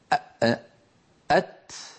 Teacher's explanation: طرف اللسان يقرع مخرج التاء، ويتبع ذلك نفس يجري ويخرج كما ترون. ولاحظوا بأن اللسان لما يتجافى عن موضع التاء لا ينزل إلى مكانه الأصلي إلى تحت عند الأسنان السفلى مباشرة.